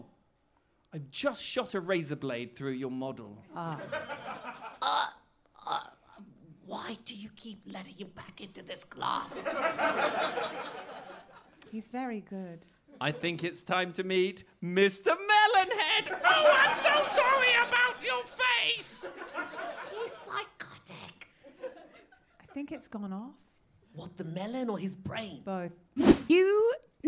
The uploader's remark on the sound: Improvised in front of a live studio audience, this show rewrites history, without a script!